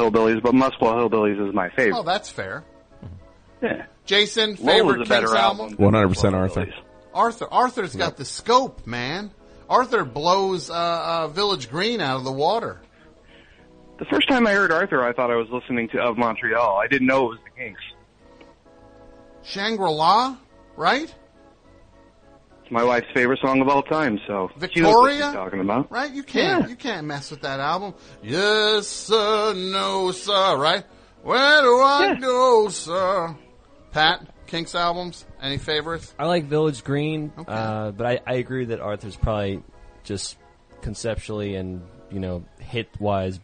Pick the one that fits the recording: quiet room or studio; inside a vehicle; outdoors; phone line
phone line